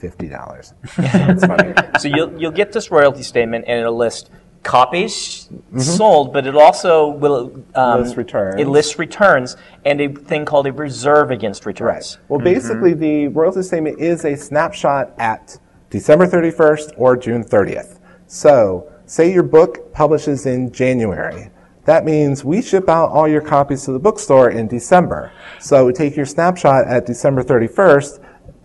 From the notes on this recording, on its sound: joined us in front of a live audience at Westercon 67